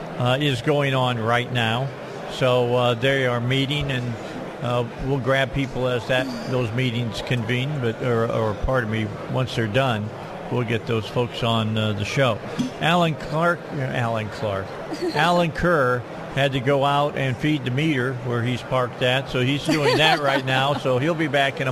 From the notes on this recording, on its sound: live from Republican Signing Day on February 22, 2022